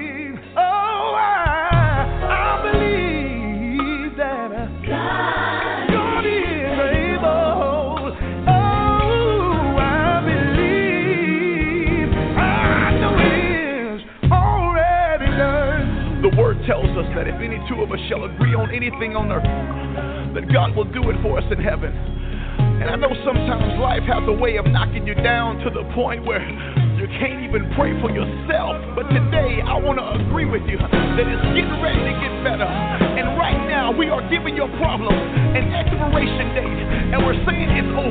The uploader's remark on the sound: TNTSuperfantastic Conference Call.